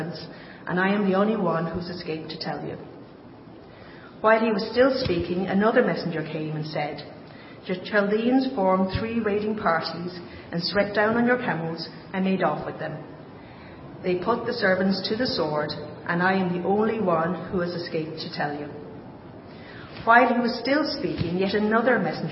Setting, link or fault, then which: setting, large echoing room